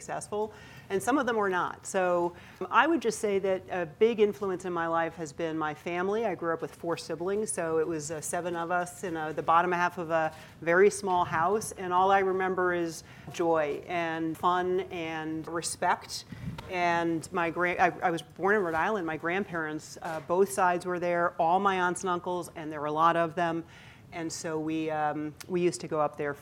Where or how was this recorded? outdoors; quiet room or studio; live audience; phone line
live audience